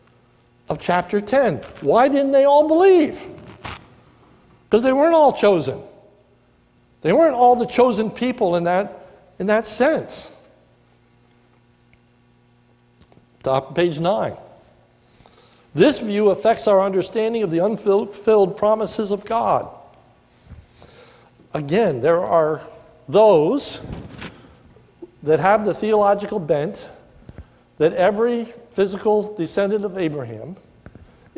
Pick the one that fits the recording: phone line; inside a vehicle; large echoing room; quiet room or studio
large echoing room